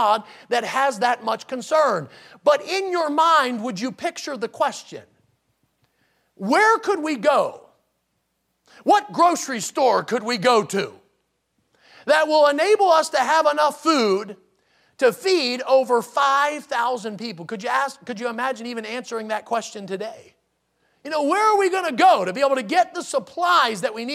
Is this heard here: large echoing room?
yes